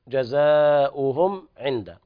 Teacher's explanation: إظهار الميم عند العين إظهارا شفهيا، نعم، لوقوع العين بعد الميم الساكنة.